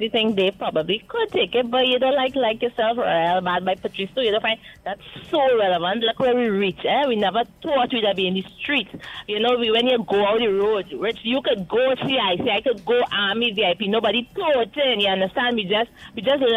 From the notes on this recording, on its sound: We take more calls from the audience.